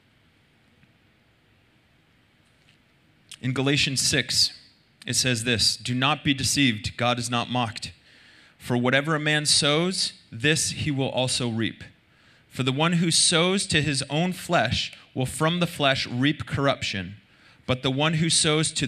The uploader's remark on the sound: Recorded Sunday Night Service at Reunion Hawaii